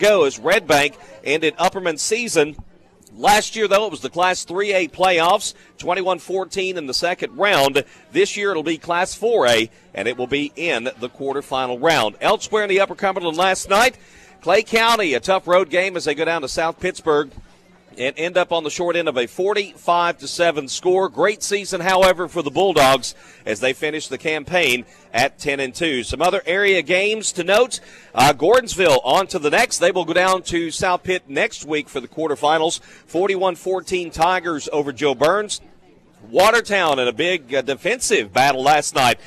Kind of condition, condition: setting, busy venue